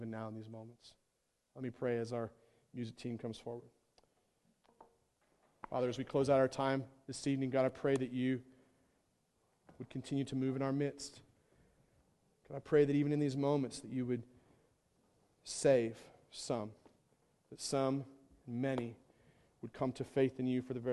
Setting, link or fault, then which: setting, large echoing room